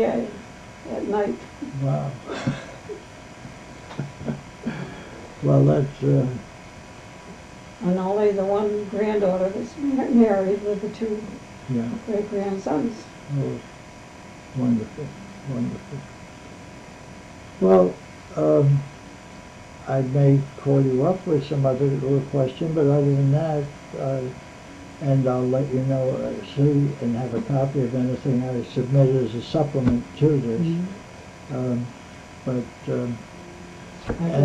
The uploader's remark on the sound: The recording is hard to hear